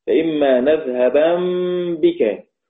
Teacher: يقرأ رويس نون مخففة ساكنة، فإما نذهبن بك.